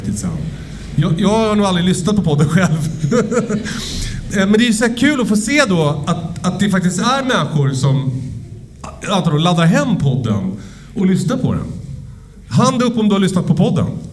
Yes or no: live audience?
yes